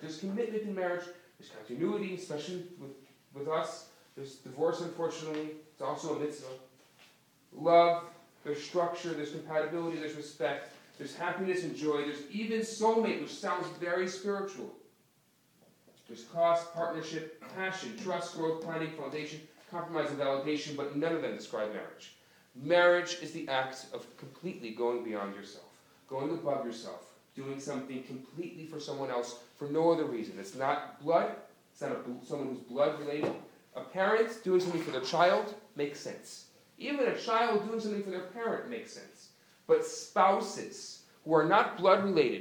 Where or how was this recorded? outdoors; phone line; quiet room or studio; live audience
live audience